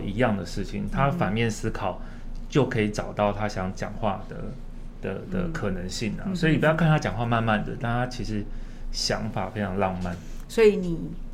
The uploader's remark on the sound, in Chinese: 本集節目在「Sidoli Radio小島裡」現場錄製，並共同播出。